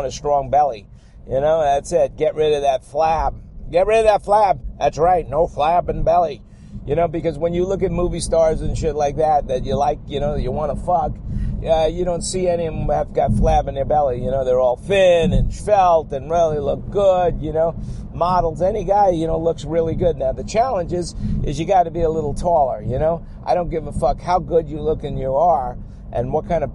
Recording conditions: inside a vehicle